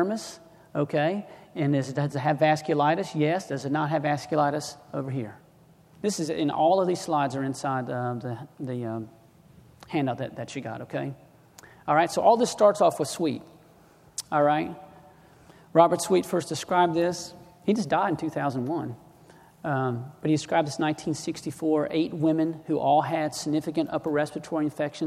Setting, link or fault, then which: setting, large echoing room